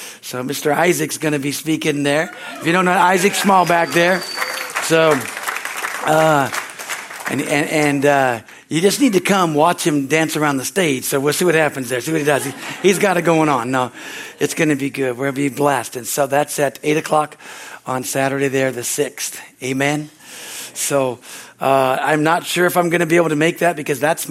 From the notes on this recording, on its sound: from the Sunday service on April 30, 2023 at Harvest Bible Church in Stockton, CA.